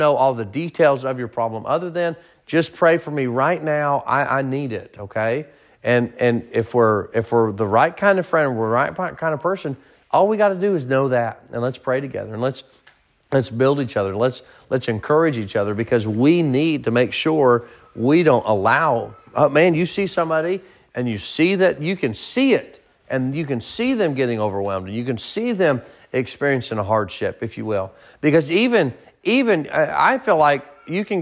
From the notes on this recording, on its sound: Sermon preached at Mid County Baptist Church